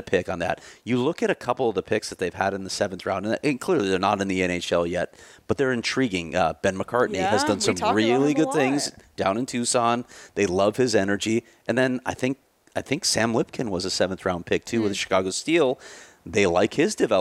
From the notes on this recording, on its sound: live from the Bell Center in Montreal